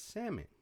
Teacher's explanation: Phonetically, the L is not supposed to be there. · Term: silent letters